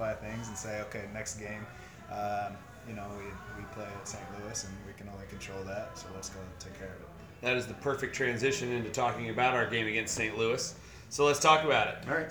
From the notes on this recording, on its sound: Live from Odeon!